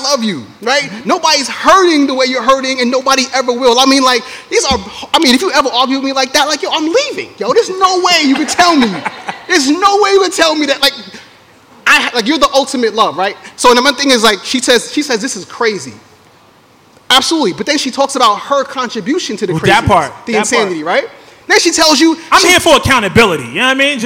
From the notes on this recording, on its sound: In front of live audience in New York City.